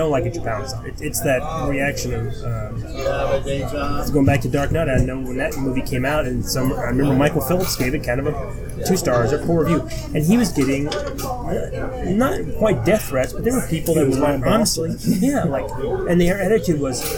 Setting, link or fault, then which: setting, busy venue